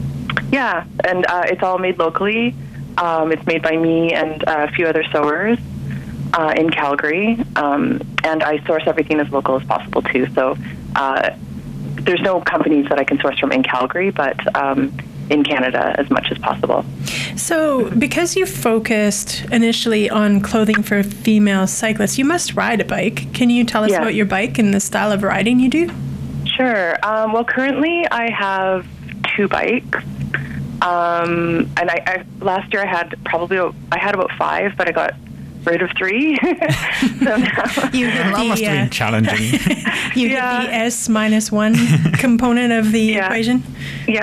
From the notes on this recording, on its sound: on the phone for the February edition of Bike Bits